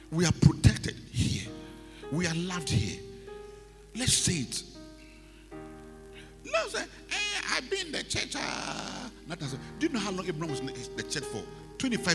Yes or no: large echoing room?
yes